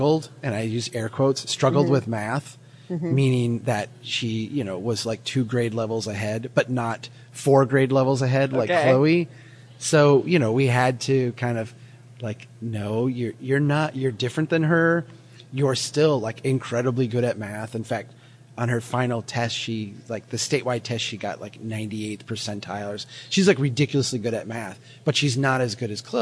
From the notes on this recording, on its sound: Reporting live from CNU24 in Detroit.